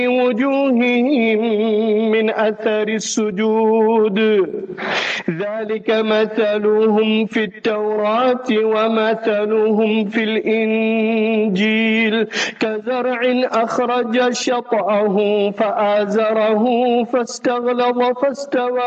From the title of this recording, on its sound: Jumah Lecture at Rainbow Masjid